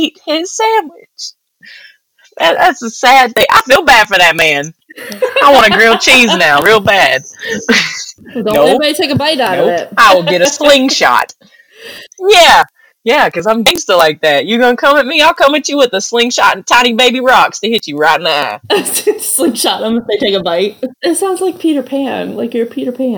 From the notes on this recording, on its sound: Please excuse the audio quality for our first one!